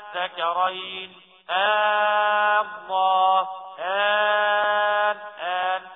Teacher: قرأ سكرين والله وآل آن بالإبدال فقط وليس بالتسهيل، يعني مدها 6 حركات هكذا